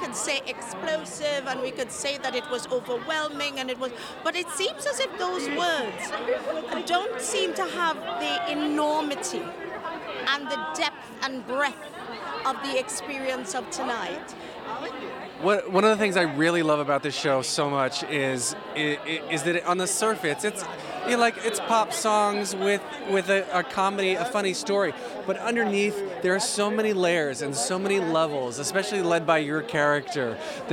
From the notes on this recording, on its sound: Red Carpet Opening Night Interviews. From the red carpet on opening night!